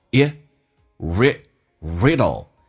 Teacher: Have 跟 a 有一个连音叫 have， Have ariddle，短元音 a 往回吸气，用嗓子眼发力，声音往后靠一点